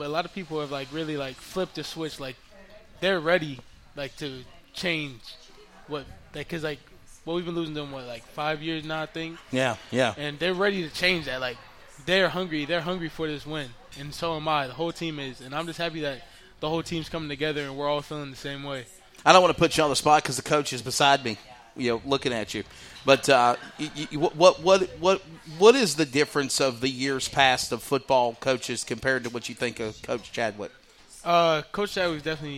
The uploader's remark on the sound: LIVE from Vinson's Pub+Eatery.